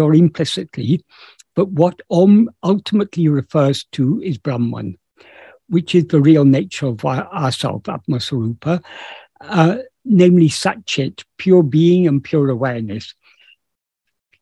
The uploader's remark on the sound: In a Zoom meeting of the ‘Ramana Maharshi Foundation UK’ on 24th September 2022